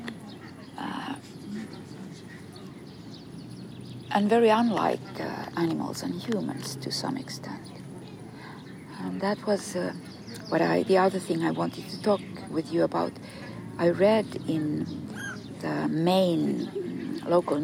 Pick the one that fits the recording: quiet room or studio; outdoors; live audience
outdoors